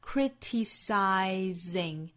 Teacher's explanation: 中间是清辅音，尾部的这个 z 的音是浊辅音